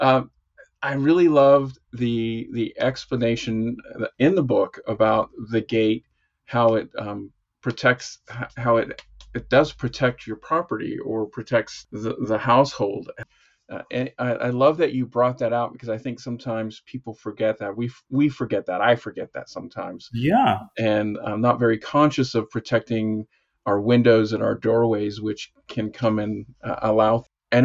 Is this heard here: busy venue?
no